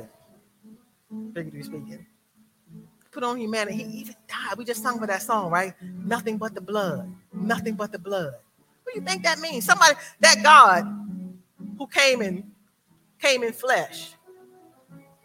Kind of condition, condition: setting, large echoing room